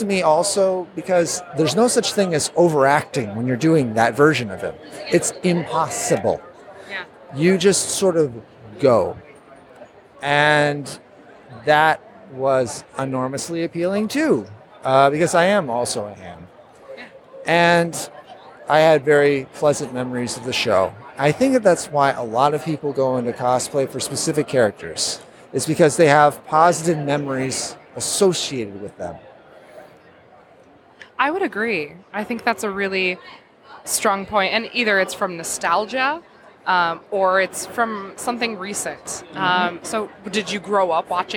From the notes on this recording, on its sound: Live from C2E2